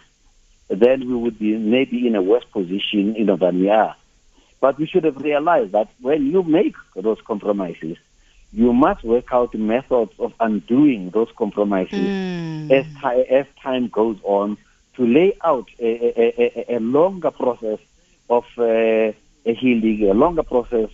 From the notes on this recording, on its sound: GUESTS (phone)